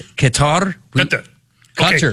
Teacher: it's a guttural Q, G, H sound deep in your throat